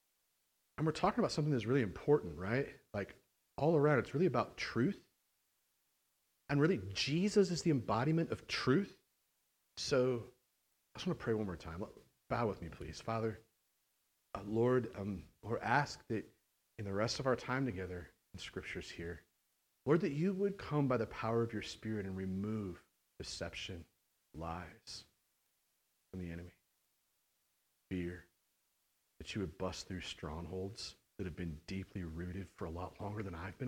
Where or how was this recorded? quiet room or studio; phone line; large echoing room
large echoing room